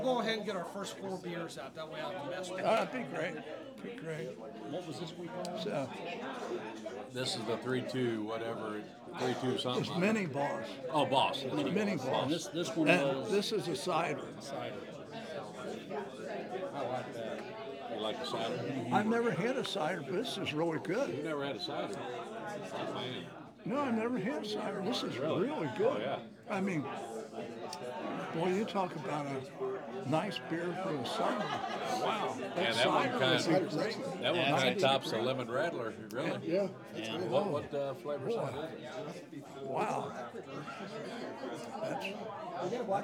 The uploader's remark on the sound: At Creek Bottom Brewery. We enjoyed having a live audience at the taproom.